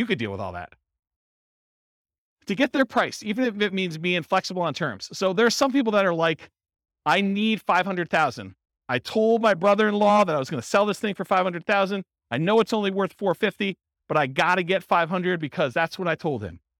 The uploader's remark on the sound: Abilene, Texas. This was a live class recorded to give investors a solid qualitative overview of all the different real estate investing strategies.